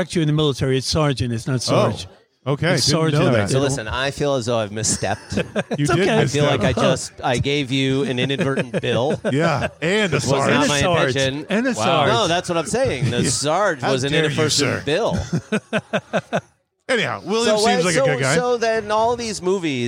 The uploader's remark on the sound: Recorded Live at the Punchline Comedy Club.